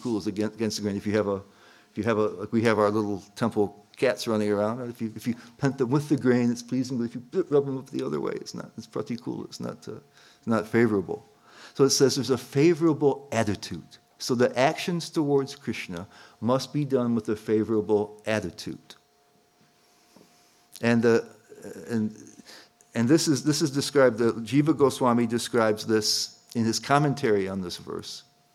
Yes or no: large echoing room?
yes